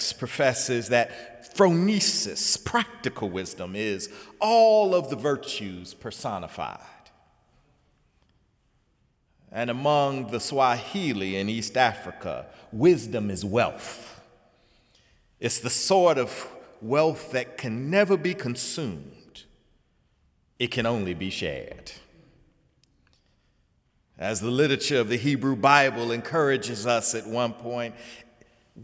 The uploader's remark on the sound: sermon on The First Sunday in Lent, Sunday, March 5, 2017 in the Memorial Church